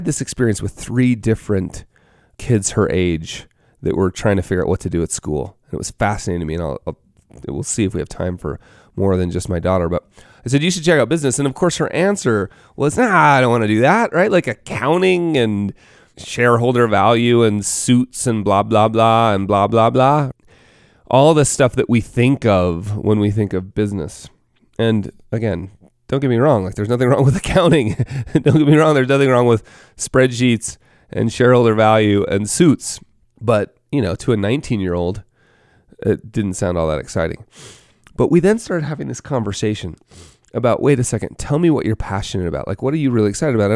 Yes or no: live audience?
no